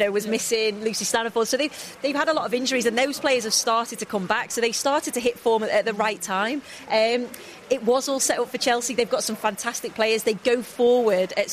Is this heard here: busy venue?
yes